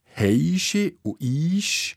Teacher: «Schibilantisierung» heisst der Fachausdruck für die Lautverschiebung von «s» zu «sch». Und jetzt eben «heische» und «isch», die sind «es» zu «es» vergleichbar mit unserem Wort.